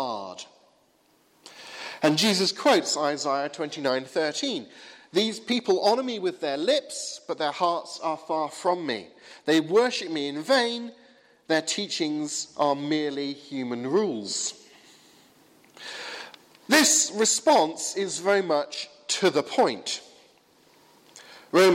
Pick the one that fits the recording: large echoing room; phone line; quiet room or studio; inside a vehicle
large echoing room